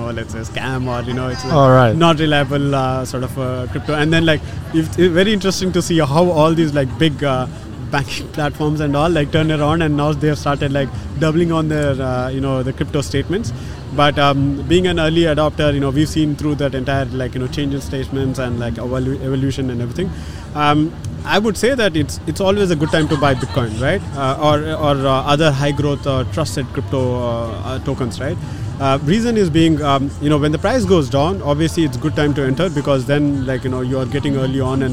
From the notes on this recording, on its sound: The Change Officer is at Step 2022 Conference! We are joining the thousands of experts, leaders, and visionaries in conversations on technology & innovation in Dubai Internet City.